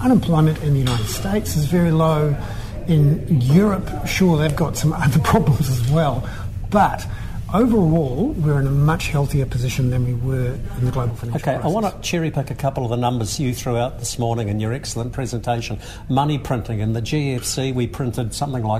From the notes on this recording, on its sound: This economic commentator for interest.co.nz was the keynote speaker at the Lincoln Mainland Property Seminar.